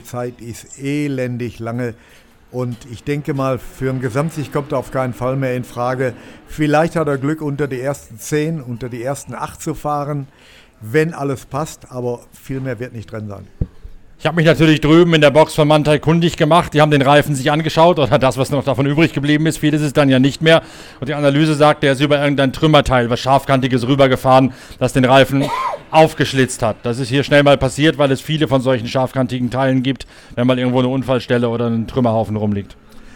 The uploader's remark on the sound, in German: live in der Box von Schnabl Engineering